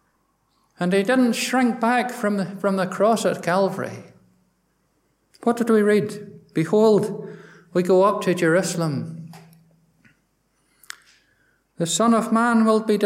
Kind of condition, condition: setting, large echoing room